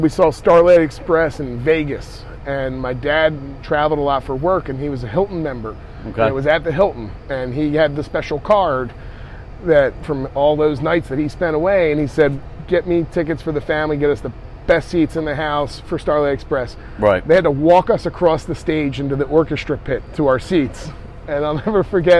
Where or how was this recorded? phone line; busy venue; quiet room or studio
busy venue